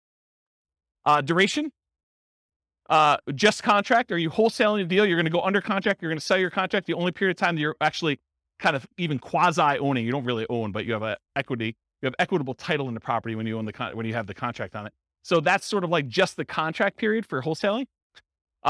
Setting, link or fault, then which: setting, live audience